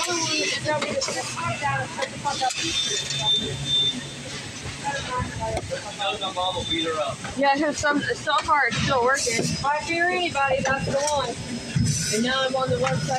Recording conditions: sounds in the background